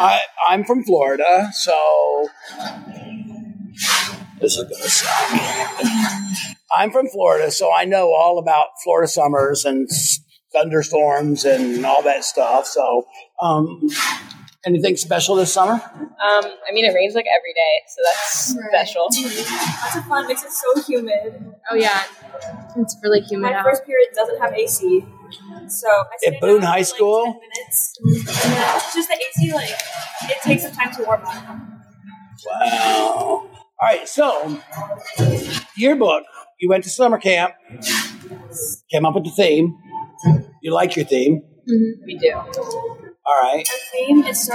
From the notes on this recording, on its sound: taped live from Elite Weekend in Orlando